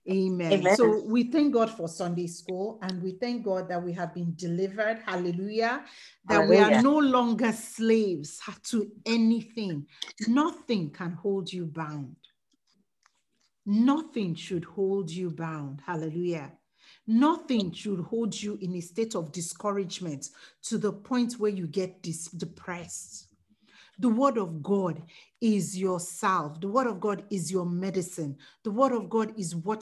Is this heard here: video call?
yes